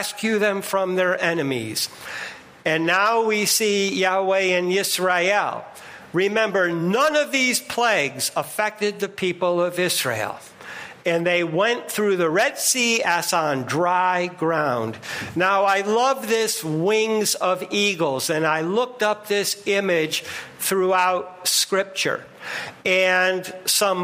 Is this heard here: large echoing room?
yes